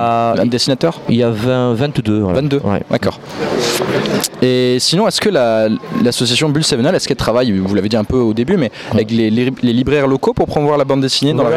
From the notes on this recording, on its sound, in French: Plateau en direct lors de la Fête de la BD à Alès, 6e édition.